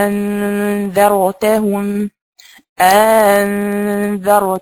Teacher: بتحقيق الهمزة الأولى وتسهيل الهمزة الثانية مع إدخال ألف بينهما